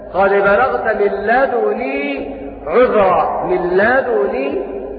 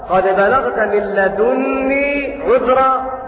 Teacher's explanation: بضم الدال وتخفيف النون · Shown in: first take